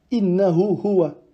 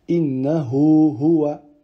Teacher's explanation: On allonge deux temps le hu, le premier, vu qu'il y a le petit waouh. · Shown in: second take · Term: sila sughra